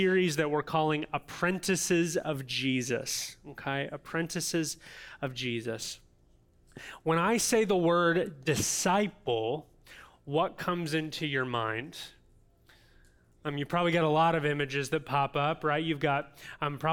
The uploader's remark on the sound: audio from New City Church in Champaign-Urbana, IL